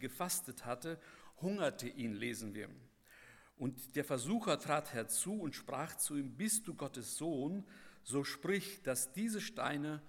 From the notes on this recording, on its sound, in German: bei der Eröffnungsandacht des Bibelseminar Bonn